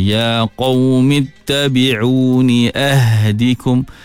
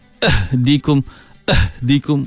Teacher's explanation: panjangkan sikit bunyi ha, pasal ha ada sifat rakhawah · Shown in: first take · Jangan bunyi meletup, jangan ahdikum ahdikum, salah ah ahdikum, no, ya qaumittabi'uni ahdikum sabilar rasyad, wallahu ta'ala a'lam bissawab.